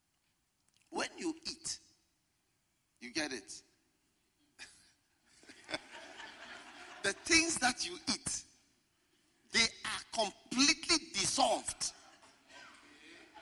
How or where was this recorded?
live audience